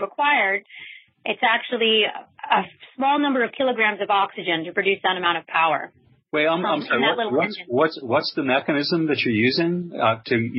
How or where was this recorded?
phone line